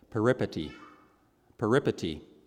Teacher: you put the emphasis on the second syllable